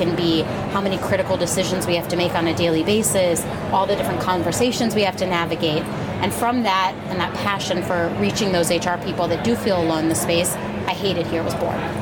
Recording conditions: busy venue